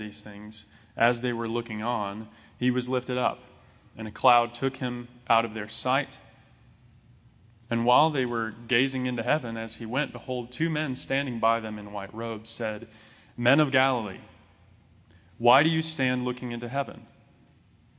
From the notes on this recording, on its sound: This sermon was recorded on July 3, 2022.